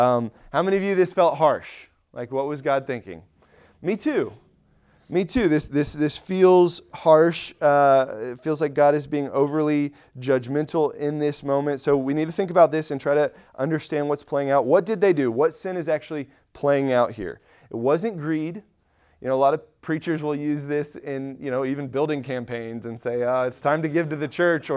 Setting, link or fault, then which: setting, large echoing room